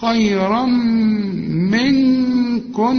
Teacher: اقفل شفايفك هنا وهن، خيرا، شوف خيرا منكن، ونون بعدها كاف، والكاف من حروف الإخفاء محتاجة غنة، والنون اللي عليها الشدة برضو محتاجة غنة